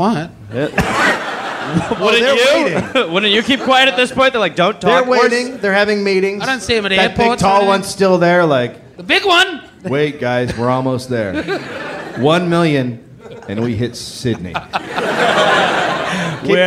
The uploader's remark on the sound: Live in Australia